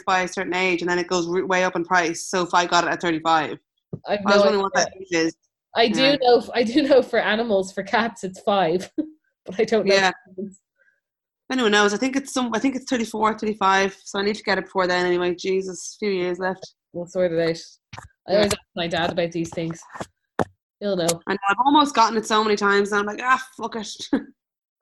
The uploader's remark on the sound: Recorded on Zoom